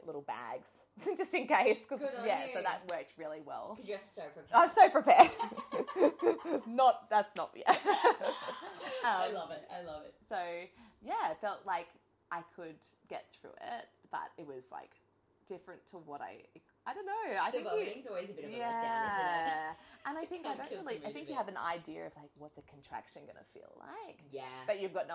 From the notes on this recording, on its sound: SORRY FOR THE CRAPPY NOISE! Tech difficulties.